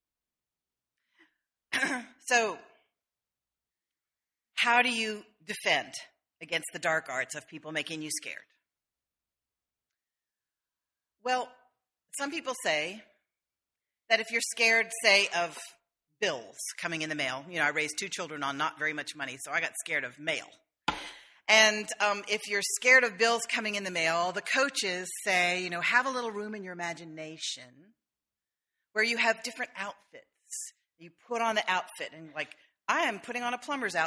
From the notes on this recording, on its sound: sermon delivered on August 4, 2013